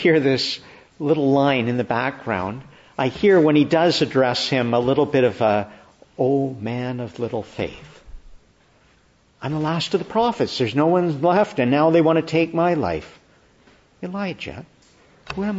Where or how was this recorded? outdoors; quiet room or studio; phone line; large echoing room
large echoing room